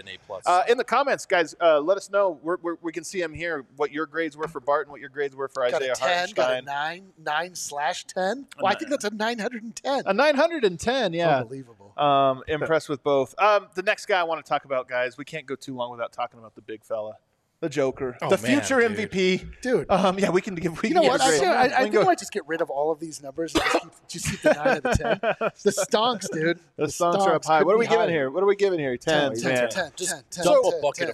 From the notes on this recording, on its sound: Live from the DNVR Bar